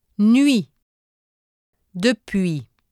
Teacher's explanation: Le son UI. When the vowel sound U occurs before another vowel, the sound UI is usually formed.